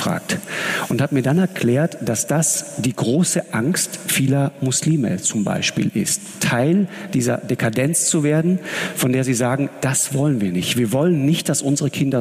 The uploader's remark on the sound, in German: Nun war der Moderator zu Gast in Augsburg: Im Live-Interview. Und zog das Publikum mit Geschichten über seine Expeditionen in den Bann. Das ganze Gespräch der Reihe "Augsburger Allgemeine Live".